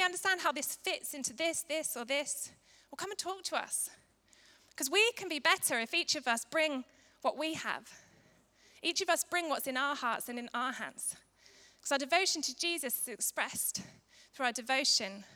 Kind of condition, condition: setting, large echoing room